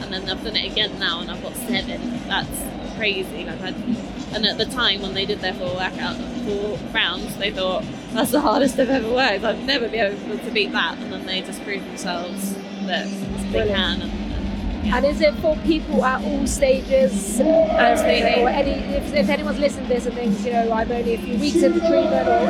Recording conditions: busy venue